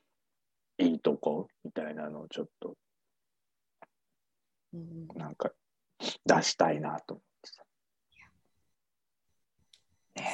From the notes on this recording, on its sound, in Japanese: お聞き苦しいとは思いますが何卒ご了承ください。